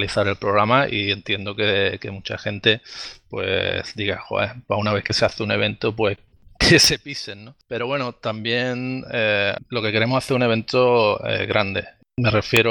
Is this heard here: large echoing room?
no